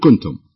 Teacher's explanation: الميم الساكنة وبعدها الباء هنا في إخفاء وتغن مقدار حركتين